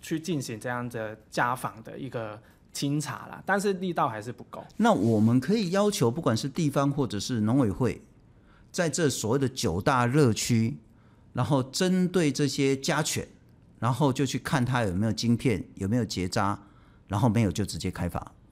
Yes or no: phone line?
no